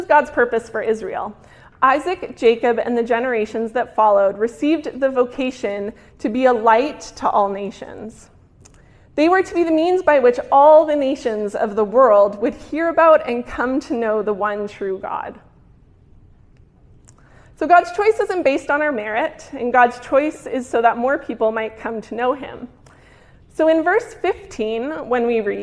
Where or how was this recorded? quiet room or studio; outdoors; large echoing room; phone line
large echoing room